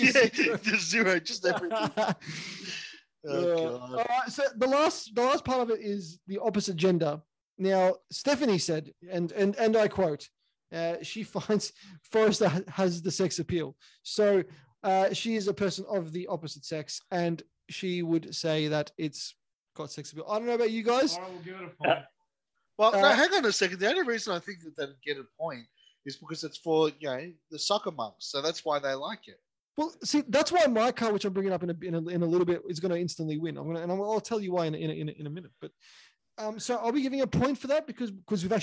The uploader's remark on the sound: we had technical issues this episode and the sound quality is off slightly